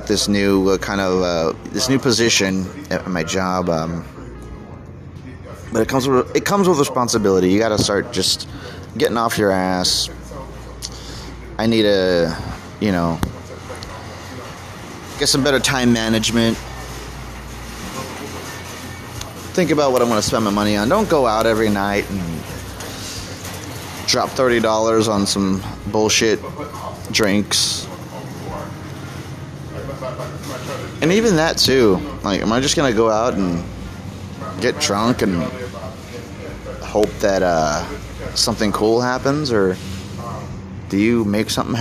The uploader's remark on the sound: I chat on the outside patio